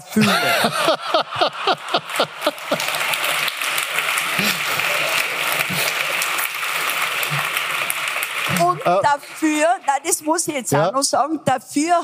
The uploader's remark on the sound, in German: Live vom FAQ Bregenzerwald 2023. In der Tischlerei und Zimmerei Kaufmann in Reuthe.